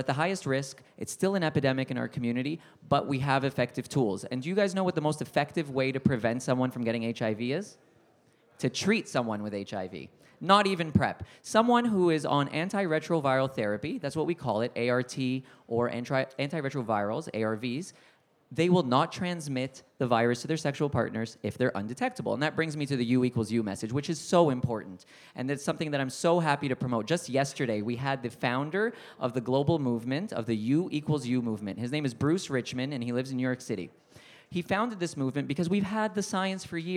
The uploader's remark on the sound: Beside The Point LIVE